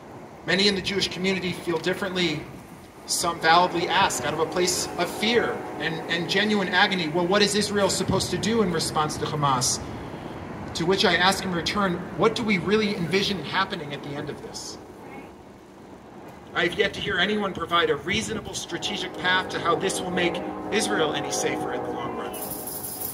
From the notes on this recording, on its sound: I don't believe there were any members of the press present at the press conference, although all of the local outlets were contacted by the organizers. I was providing the sound, so I hastily decided at also record the press conference with my phone, since no one was recording the event with anything fancier than that.